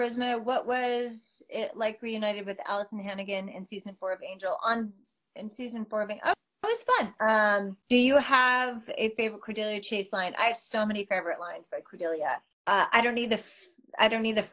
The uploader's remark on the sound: An Instagram Live Interview